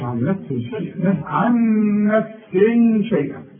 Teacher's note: ونون بعدها نون بيحصل ادغام في الاثنين